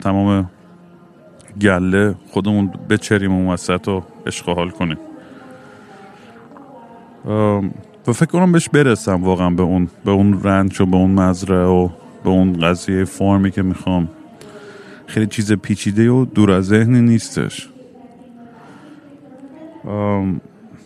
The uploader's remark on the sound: Airport Sessions #4. Once again I am at an airport rambling nonsense into the microphone.